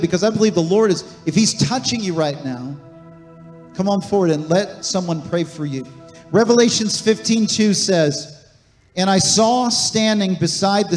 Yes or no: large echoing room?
yes